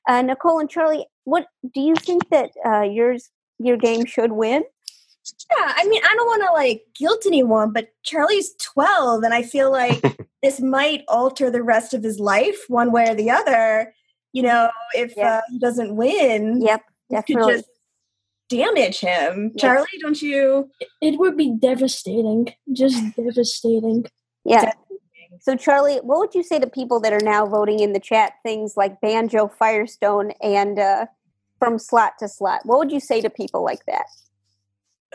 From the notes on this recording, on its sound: Play listener-created games with callers via Zoom!